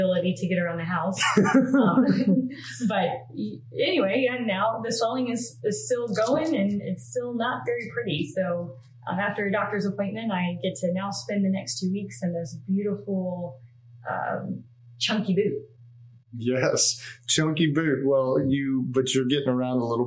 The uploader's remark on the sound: Please excuse our mic issues this episode.